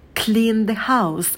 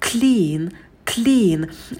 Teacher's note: На звуке «к» будет придыхание. У нас идут вместе звуки «к» и «л».